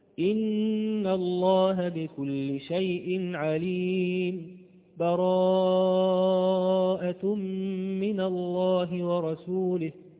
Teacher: وقفت ولم أخذ نفس، فهذا هو السكت